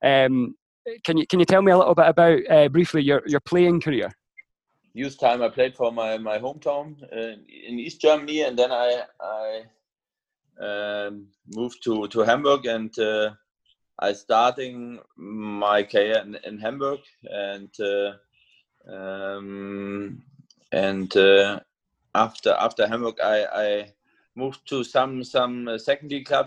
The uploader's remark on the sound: We caught up over Zoom to talk it all through.